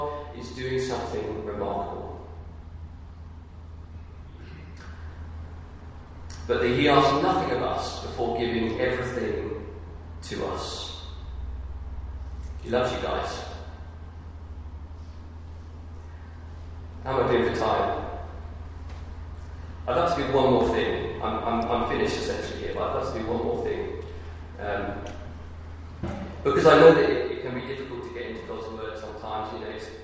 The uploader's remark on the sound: Sorry - The audio quality is poor on this.